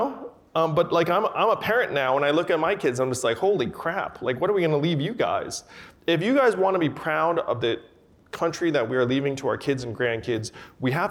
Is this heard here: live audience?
yes